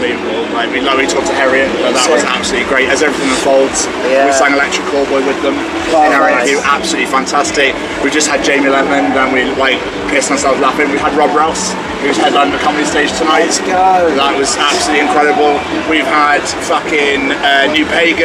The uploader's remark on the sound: From our 'Live from 2000 Trees 2023' series. Due to the weather and outside noise the audio on this interview isn't the best.